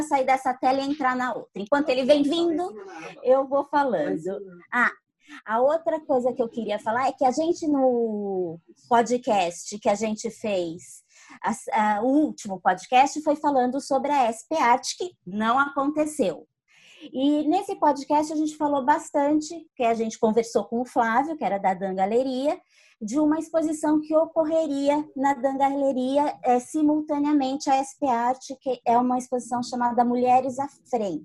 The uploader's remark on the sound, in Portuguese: Neste episódio gravado à distância.